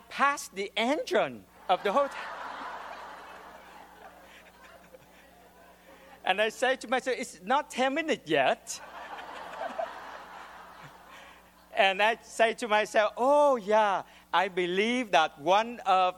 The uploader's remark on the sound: the audience laughs at his amusing behavior